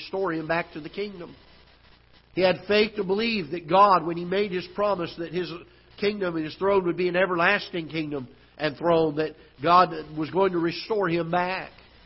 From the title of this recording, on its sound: Ketha Heights Baptist Church ~ Live Broadcast